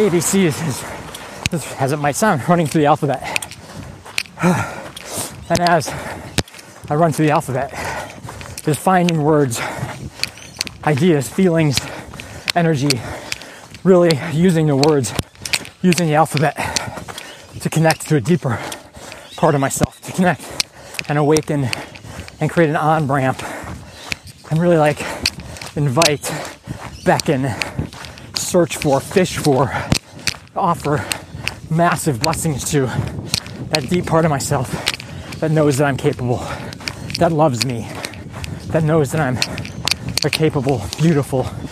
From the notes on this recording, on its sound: Recorded while on a 10K Training Run